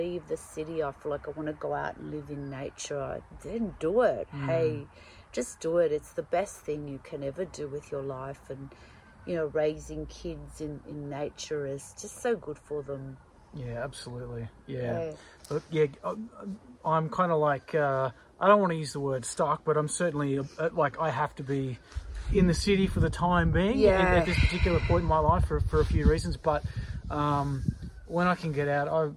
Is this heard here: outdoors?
yes